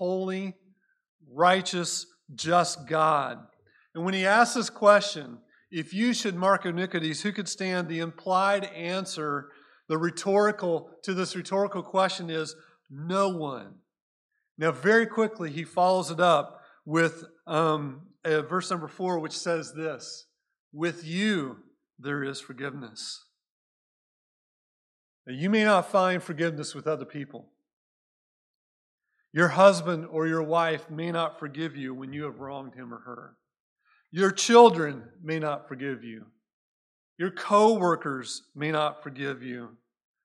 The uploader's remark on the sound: Recorded at Cornerstone Church in Mesa, AZ